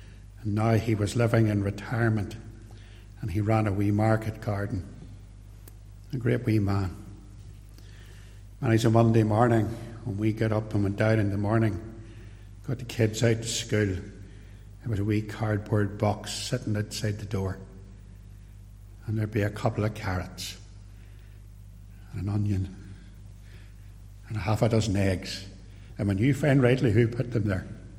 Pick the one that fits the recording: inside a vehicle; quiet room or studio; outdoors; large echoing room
large echoing room